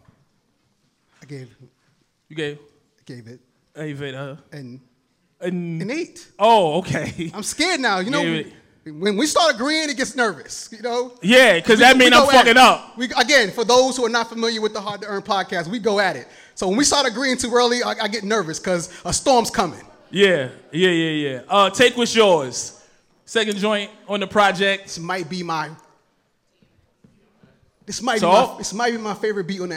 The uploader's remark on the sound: In front of a live studio audience in Harlem , NY. Special live episode.